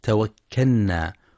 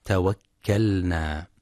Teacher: وفي قوله تعالى: قل هو الرحمن آمنا به وعليه توكلنا فستعلمون من هو في ضلال مبين. يخطئ بعضهم فيقرأ توكلنا بإدغام اللام في النون · Shown in: first take · هكذا توكلنا، والصواب إظهارها توكلنا.